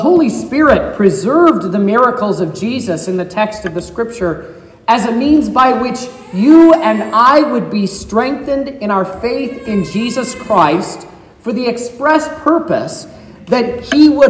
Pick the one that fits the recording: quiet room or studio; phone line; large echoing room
large echoing room